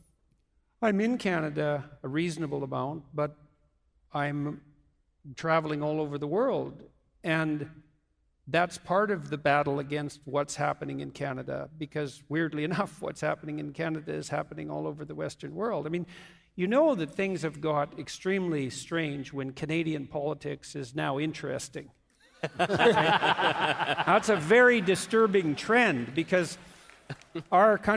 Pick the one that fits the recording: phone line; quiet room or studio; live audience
live audience